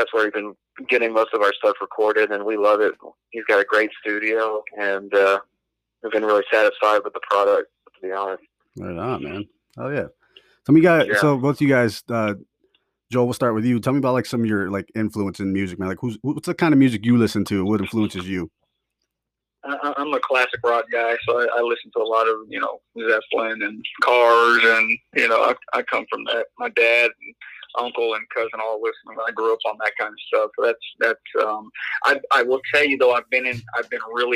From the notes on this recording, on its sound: call into the show